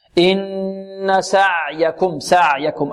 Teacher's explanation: هذه العين تخرج من ماذا؟ من وسط الحلق